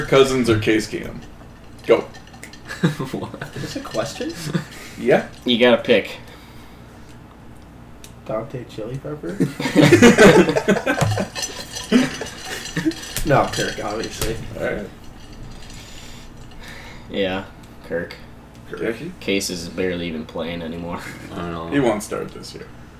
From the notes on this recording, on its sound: Sorry for the poor audio.